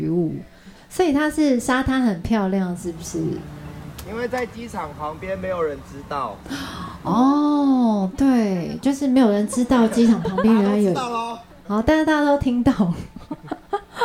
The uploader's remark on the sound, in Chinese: 本集為台東場現場收音錄製，在大大的舞台上與大家隔空對話，是至今收錄了最多觀眾聲音的一集。謝謝鐵花村熱情的觀眾們無私推薦。專屬台9線南迴路段的海浪與大石頭。依依不捨的離別火車站聲景。